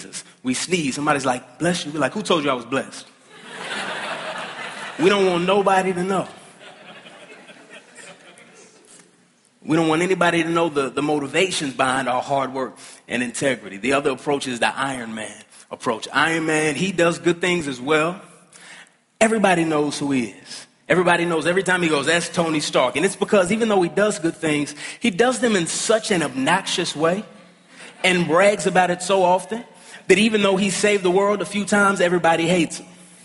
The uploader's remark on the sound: At the ERLC National Conference